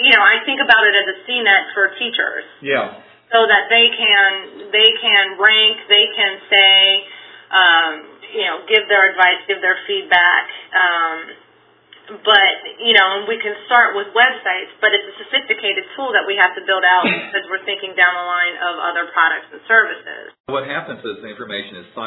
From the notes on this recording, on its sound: A conference call